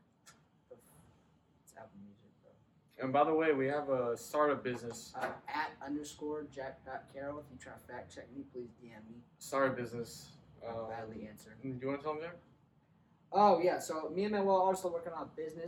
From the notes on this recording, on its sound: Disregard our background noise, future experiences will be smoother.